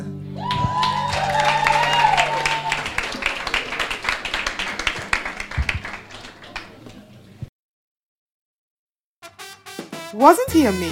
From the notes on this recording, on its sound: A StoryTeller Nigeria live show is not complete without music. Two musical acts from our live shows.